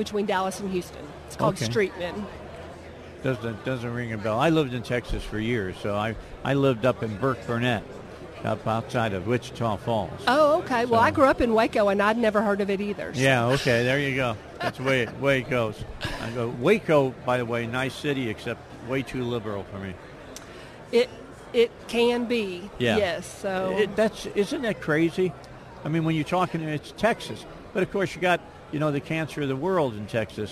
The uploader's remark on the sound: CPAC Day 1. Live from the Gaylord National Harbor in Washington D.C.